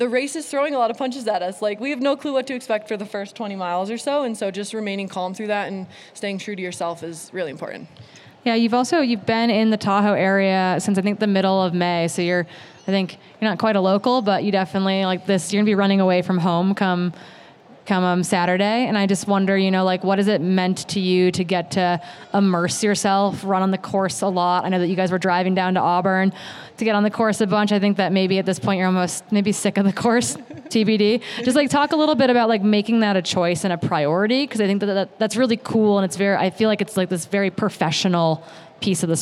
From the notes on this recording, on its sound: This is the audio from our third annual pre-race live interview show from the Western States 100. This is the afternoon session from Thursday June 22nd, our second of three sessions over the next 24hrs.